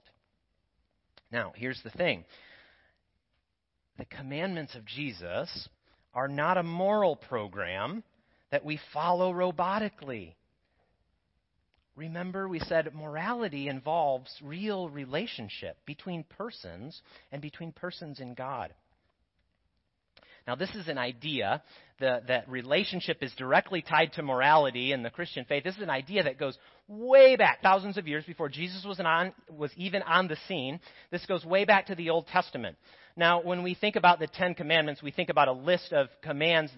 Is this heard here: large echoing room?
yes